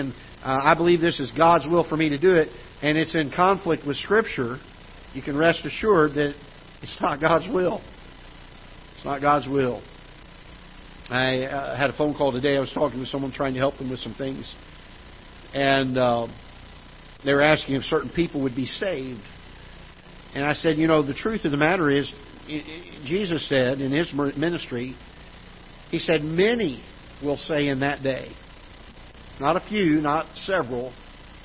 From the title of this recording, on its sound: Ketha Heights Baptist Church ~ Live Broadcast